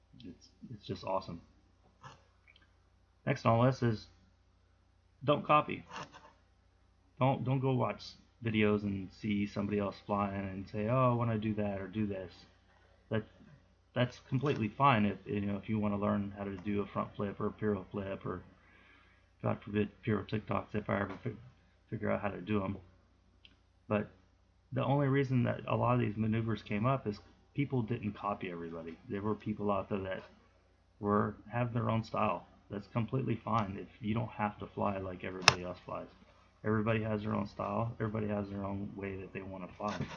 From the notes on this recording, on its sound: Audio has issues.